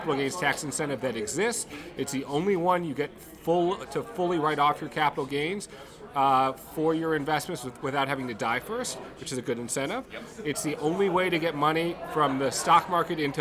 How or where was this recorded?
busy venue